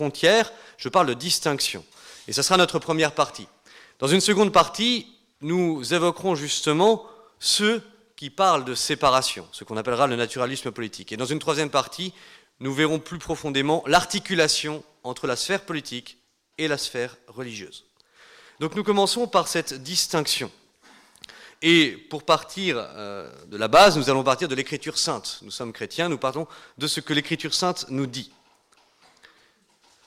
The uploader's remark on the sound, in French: Conférence donnée lors de l'université d'été 2018 d'Academia Christiana : "Rebâtir la Cité".